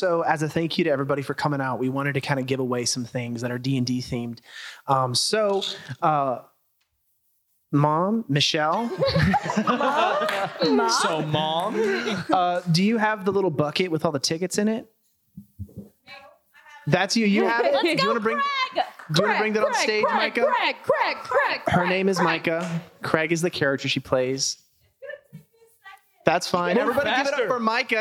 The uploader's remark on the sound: A recording of our Live Show from October of 2022!